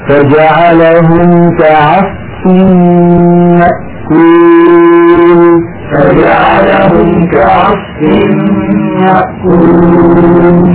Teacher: الفاء من لحم الشفة السفلى مع أطراف الثنايا العليا